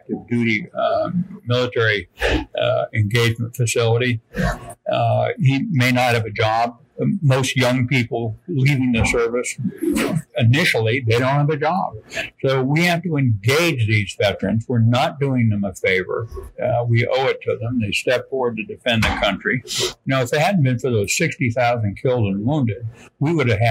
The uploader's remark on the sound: at NADCP's RISE22 conference in Nashville, TN.